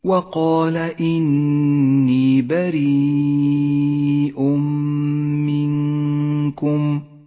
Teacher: اجتمع حرف المد والهمزة في كلمة واحدة، يمد المتصل خمس حركات وجوبا، وقد لون بالأحمر إشارة إلى زمن وموقع المد. · Term: المد المتصل